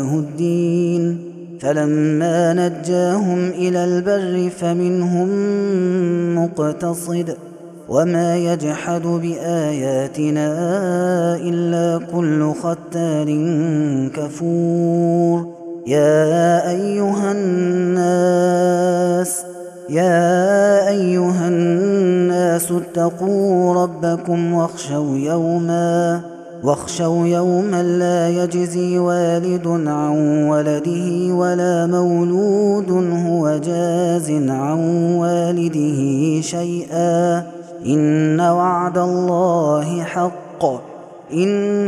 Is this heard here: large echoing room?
yes